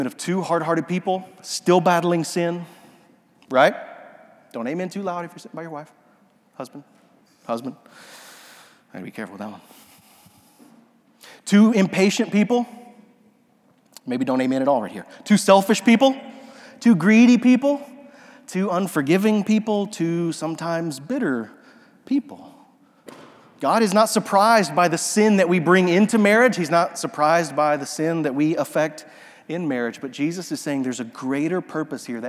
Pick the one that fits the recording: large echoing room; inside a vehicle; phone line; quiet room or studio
large echoing room